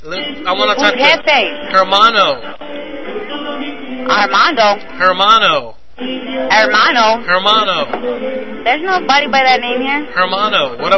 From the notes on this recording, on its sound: Prank Phone Calls